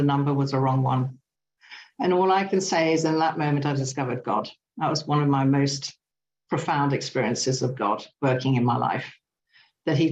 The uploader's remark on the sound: From Battle in the United Kingdom. Meeting held on zoom by the Magical Mystery Tour group.